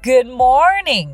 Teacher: つまり good の d と morning の g は発音しない。 · Term: リダクション